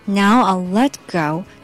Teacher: let go if you both stop.首先，这个 now 后面的 o w 发 ow，嘴巴张大 ow，由大到小 ow nownow。 I will 这个 will 咱们可以弱弱的读，因为这个 will 啊在这里不做实义啊。Now I'll let go 这个 let 和 go 中间这个 let 的小 t 可以把它弱弱的去掉。Now I'll let go